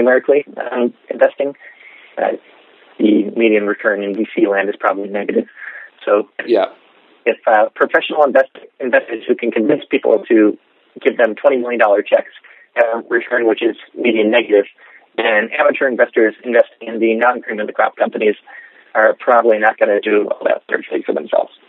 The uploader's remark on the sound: I apologize in advance for my audio quality — I was calling internationally from an iPhone.